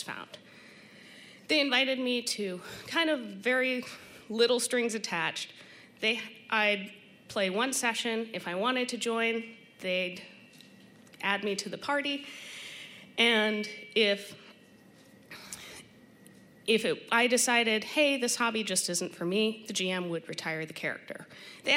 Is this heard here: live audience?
yes